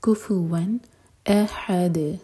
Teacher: حمزہ پر cut off sound ہے حلق سے اور دال پر قلقلہ